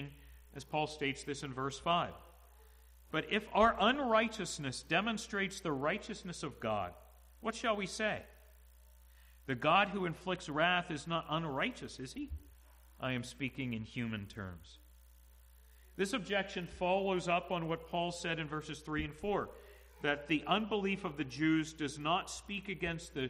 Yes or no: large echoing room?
yes